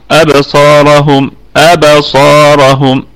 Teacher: يبقى عندنا الصاد مفخمة في الدرجة الأولى، وعندنا الراء مفخمة، وبقية الكلمة كلها مرققة، والميم ميم الجمع، ولا روم فيها ولا إشمام لأنها ميم جمع.